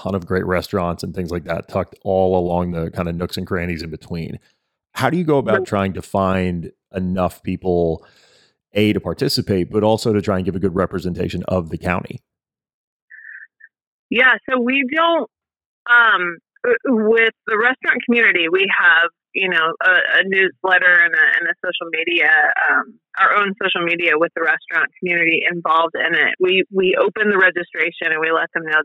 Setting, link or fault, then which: link, phone line